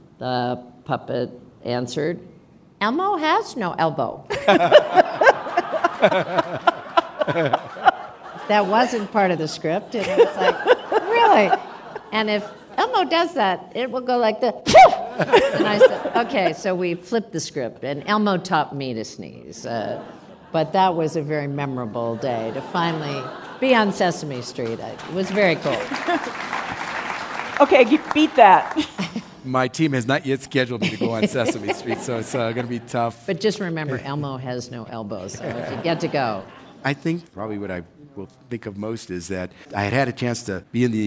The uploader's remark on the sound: Live from Aspen. Taped before a live audience at Aspen Ideas: Health, part of the Aspen Ideas Festival, in Aspen, Colorado.